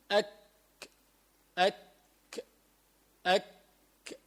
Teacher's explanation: أقصى اللسان بس بعد القاف مما يلي الحلق وما تحته هلا من الحنك الأعلى يعني نزول يخرج منه الكاف